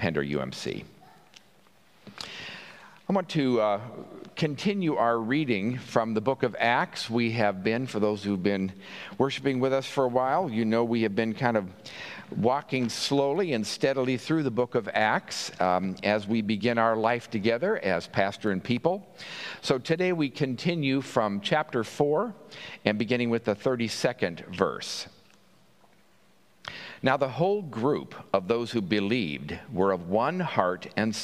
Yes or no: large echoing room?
yes